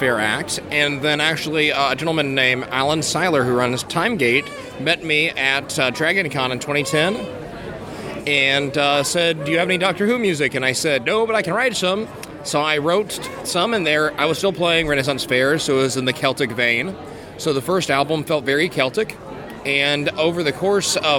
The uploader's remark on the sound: recorded at TimeGate 2013 in Atlanta